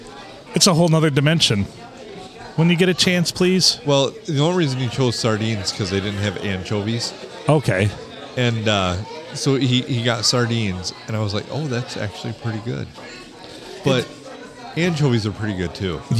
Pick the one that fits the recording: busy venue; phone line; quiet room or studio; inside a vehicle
busy venue